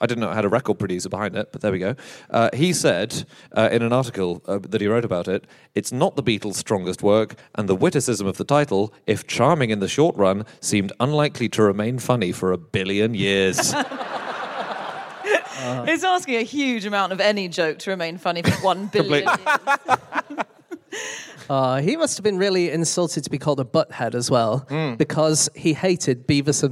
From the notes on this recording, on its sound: Live from New York